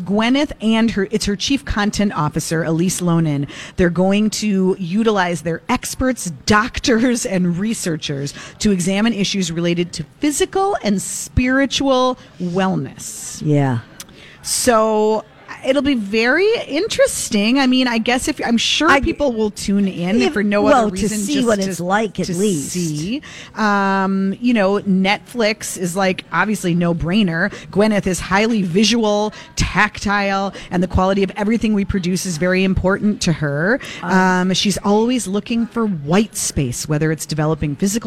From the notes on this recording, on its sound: broadcast live at Max's